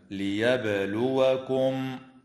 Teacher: وتقلقل الباء وصلا ووقفا في كلمة ليبلوكم